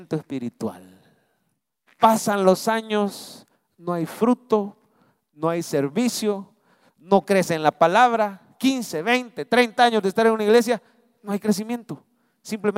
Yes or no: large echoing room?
yes